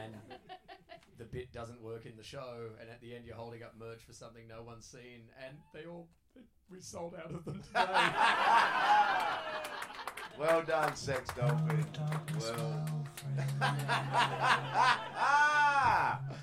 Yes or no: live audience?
yes